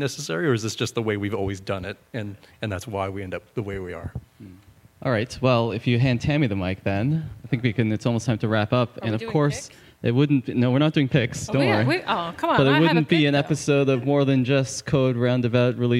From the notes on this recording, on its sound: Live from Indie Devstock. In this special live episode.